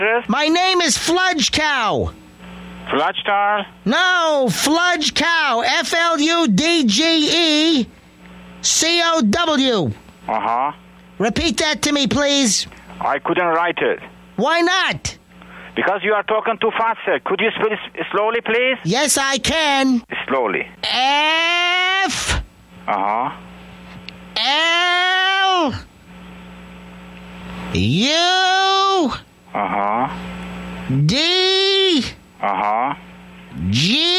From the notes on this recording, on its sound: Prank Phone Calls. "02-Carpet Calls 1" from archive.org.